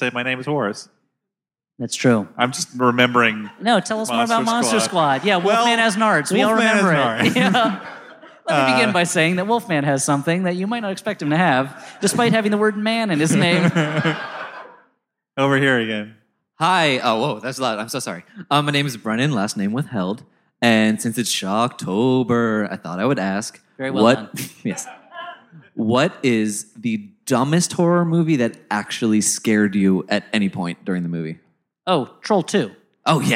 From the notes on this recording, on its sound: Live at the Regent Theater in downtown L. Rings LIVE! Live at the Regent Theater in downtown L.A.